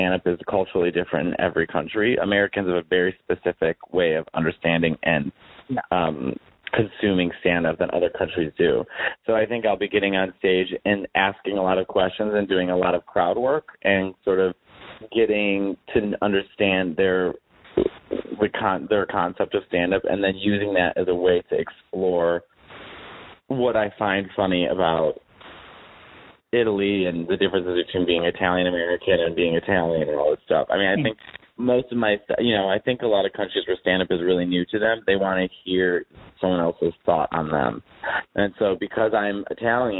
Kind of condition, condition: link, phone line